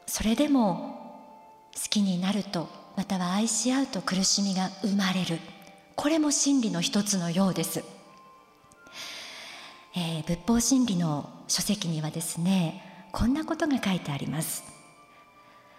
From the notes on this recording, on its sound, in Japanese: 富山県で行った公開録音の模様と共にお送りします。会場のみなさんの反応も楽しみながら、お聴きください。